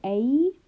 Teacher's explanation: There is barely any contact. So if you say a, there is barely contact between the roof of your mouth and the middle of your tongue.